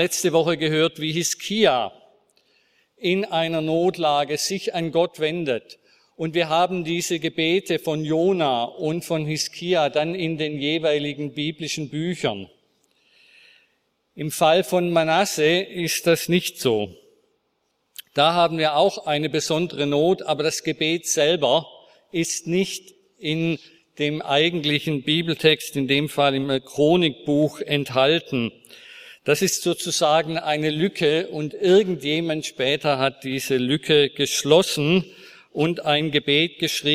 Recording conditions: large echoing room